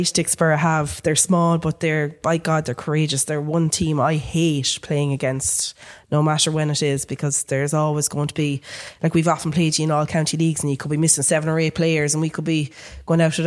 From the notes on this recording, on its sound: We are live from Dicksboro GAA for a special preview show for the AIB Leinster Senior Club Championship Final.